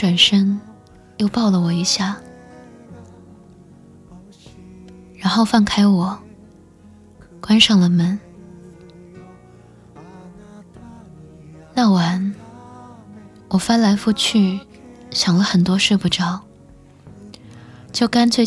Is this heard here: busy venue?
no